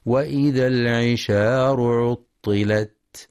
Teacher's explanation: وفي كلمة العشار ينتبه القارئ لترقيق الشين فلا يقرأ العشار بالتفخيم